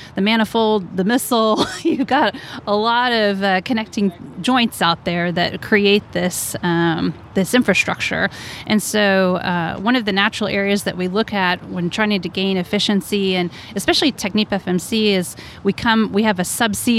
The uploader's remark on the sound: from the TechnipFMC booth set up at the 2023 SPE Hydraulic Fracturing Conference